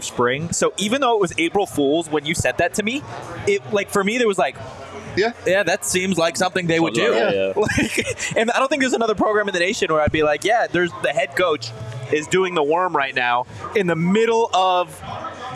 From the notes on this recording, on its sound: Spring Game Special Live from Illegal Pete's. Live from Illegal Pete's in Tempe.